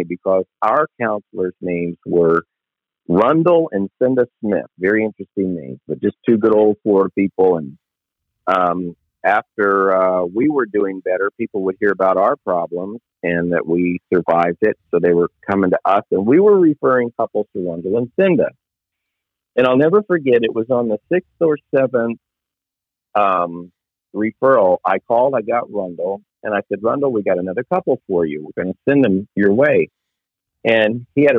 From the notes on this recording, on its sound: Location: The Millennium Beat, LLC Office (Phone).